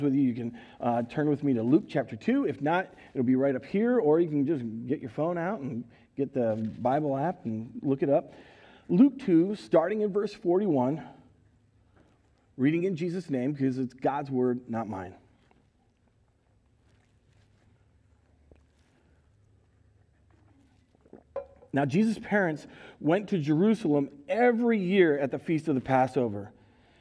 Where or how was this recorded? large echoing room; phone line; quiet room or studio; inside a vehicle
large echoing room